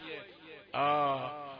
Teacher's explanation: الذي سمعته من الدال، دال ساكنة مقلقلة إلى الضم